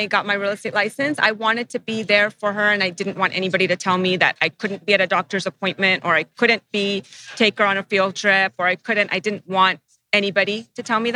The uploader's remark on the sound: We're live from Anaheim, California at the Keller Williams Family Reunion.